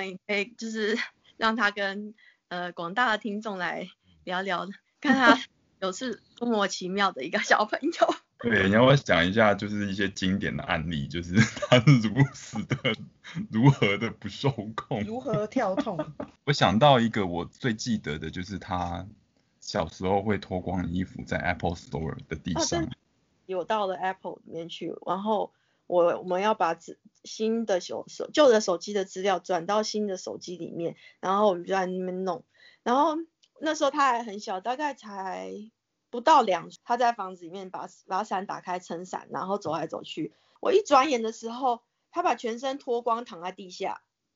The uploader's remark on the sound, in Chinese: 疫情期間透過網路平台錄音，音質部分還請見諒！